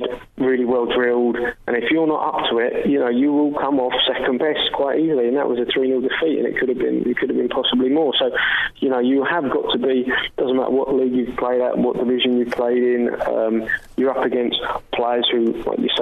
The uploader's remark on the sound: joins us on the phone